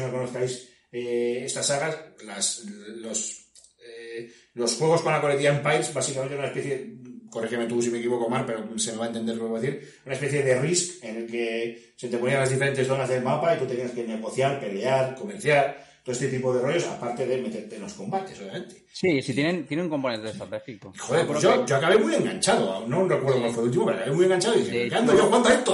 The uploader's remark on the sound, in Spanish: Un problema con una de las entradas de audio ha derivado en el eco que puede escucharse durante la reproducción.